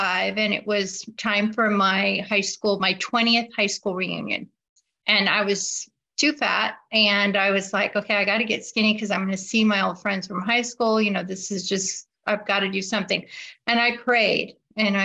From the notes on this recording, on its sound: Wednesday Online Meeting. This recording is from an Overeater Anonymous H.O.W.